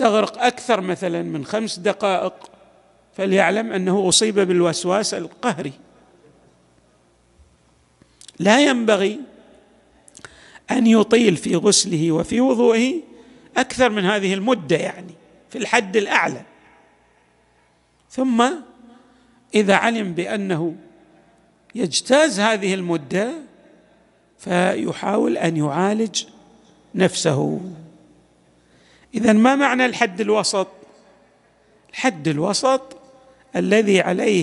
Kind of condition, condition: setting, large echoing room